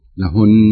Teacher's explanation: والصحيح أن تأتي بالشدة حتى ولو وقفت، يعني الشدة هذه أصل في الكلمة، في هذه الكلمة لا تنتفي أو لا يعني نتركها في حالة أن وقفنا عليها، لابد أن تكون مشدة لكن تقف عليها بشدة وسكون.